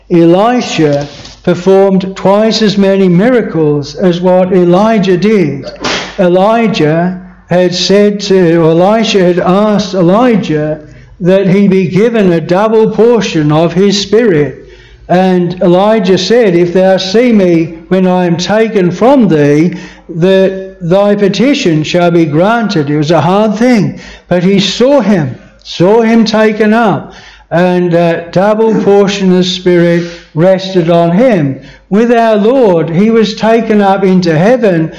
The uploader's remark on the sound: This sermon was preached at Bethel Chapel Luton.